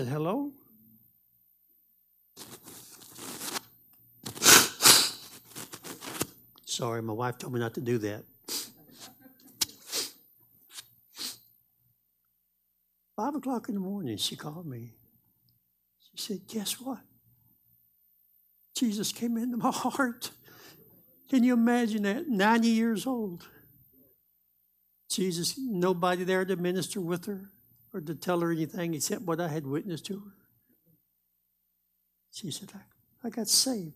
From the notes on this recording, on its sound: Live Wednesday Evening Service